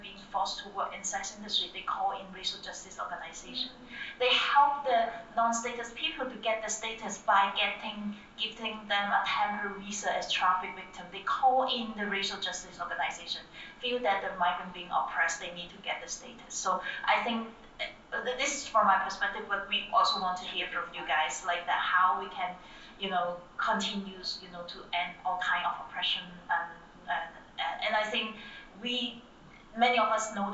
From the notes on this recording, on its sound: session recorded at Socialism 2022